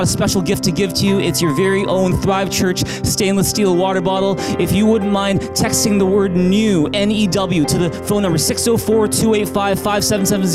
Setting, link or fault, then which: setting, large echoing room